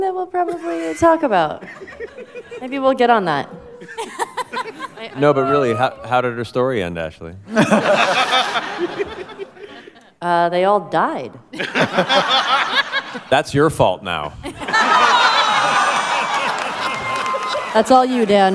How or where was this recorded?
live audience